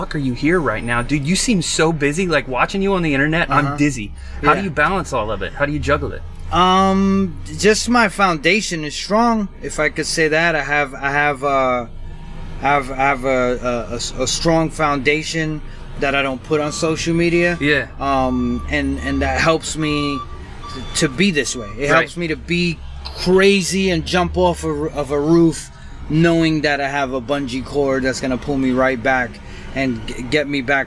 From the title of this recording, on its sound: from the van